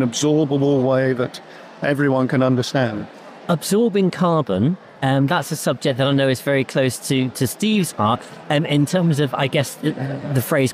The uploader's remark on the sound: Recorded live at Devon Business Show.